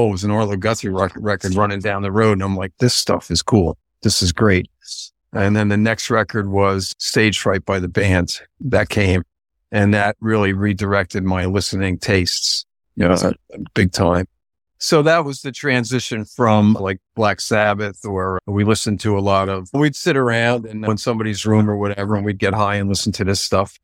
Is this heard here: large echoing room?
no